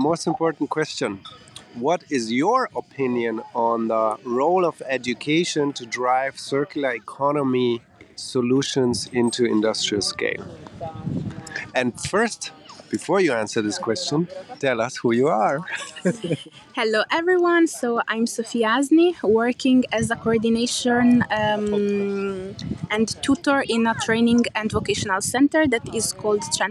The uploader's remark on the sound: Live from the International School in Circular Economy Project Management.